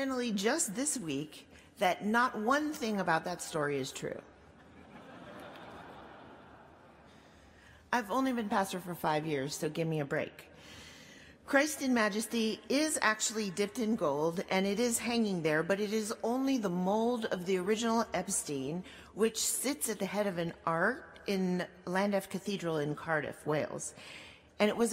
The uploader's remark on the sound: at Duke Chapel on March 3, 2019